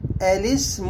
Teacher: الابتداء بهمزة الوصل الأولى مفتوحة حسب القاعدة، وكسر اللام تخلصا من التقاء الساكنين، وحذف همزة الوصل الثانية فهي تسقط عند الوصل بما قبلها فتقرأ هكذا الاسم، وهذا الوجه هو المقدم في الأداء عند القراء.